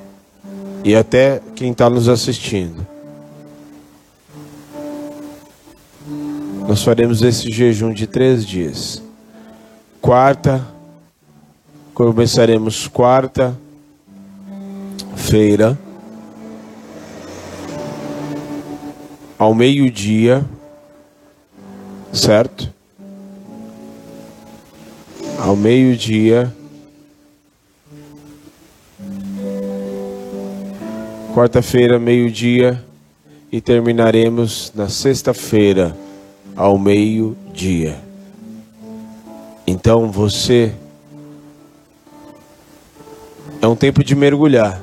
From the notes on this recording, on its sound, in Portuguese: Culto gravado no dia 20/08/2023, na Igreja Desfrutar do Amor de Deus, em São Paulo.